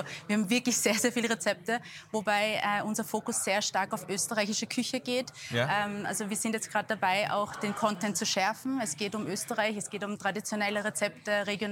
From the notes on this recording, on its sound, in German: Live vom CASH Handelsforum 2023 in Zusammenarbeit mit ProSiebenSat.1 PULS 4.